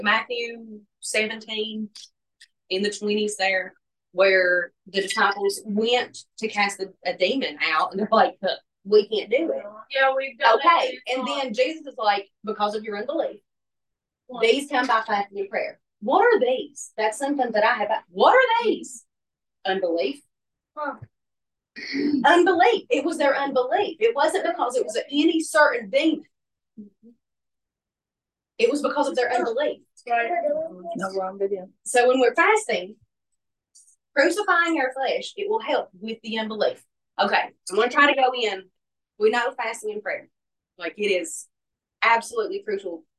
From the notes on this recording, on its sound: hosts a Bible study via zoom.